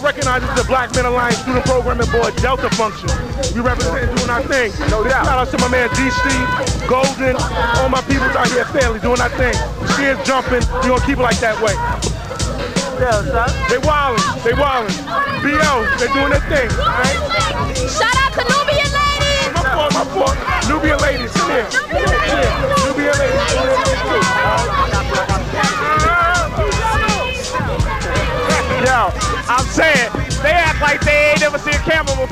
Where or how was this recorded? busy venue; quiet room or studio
busy venue